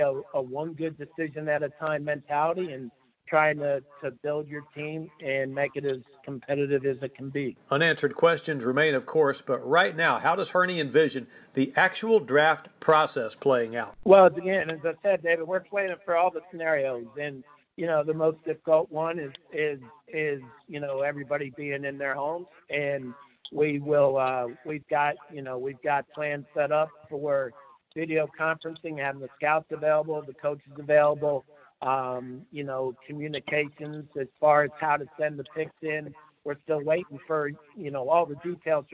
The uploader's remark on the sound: talks over the phone with the media